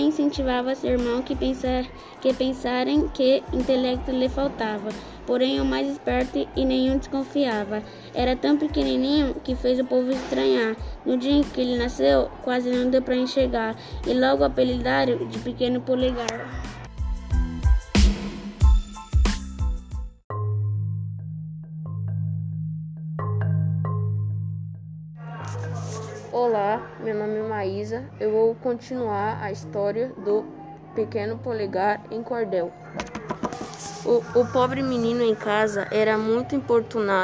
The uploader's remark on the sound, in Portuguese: SALA DE LEITURA. CEU EMEF JOSÉ REZENDE. ESSE PODCAST FOI GRAVADO DURANTE AS AULAS NA SALA DE LEITURA E NA SALA REGULAR DE AULA.